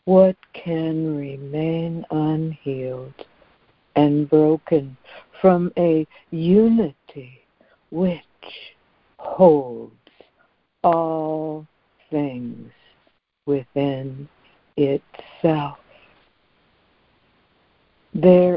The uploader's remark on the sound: ACIM Daily Conference Call.